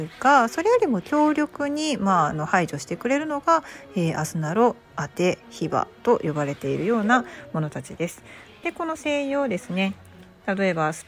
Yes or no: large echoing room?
no